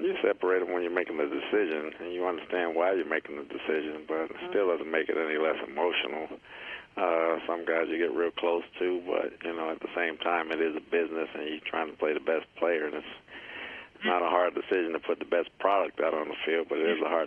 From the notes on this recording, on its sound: Conference Call: 9/2. Jets HC Addresses the Media on Friday.